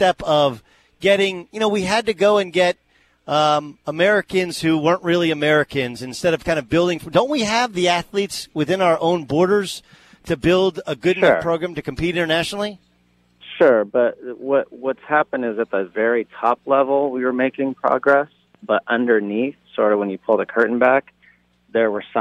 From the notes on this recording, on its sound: broadcasts live from the US Open at Shinnecock Hills